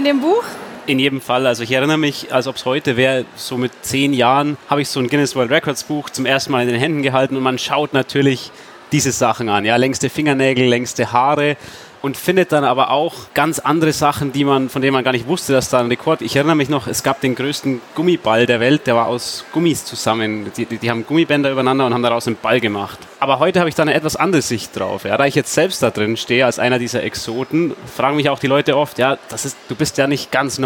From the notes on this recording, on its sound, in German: Diesmal live von der Frankfurter Buchmesse.